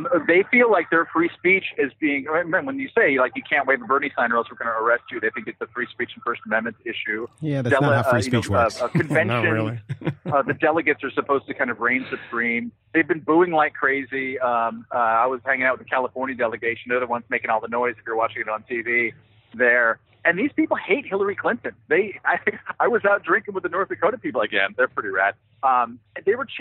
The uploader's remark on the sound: Phones in from the convention floor in Philadelphia.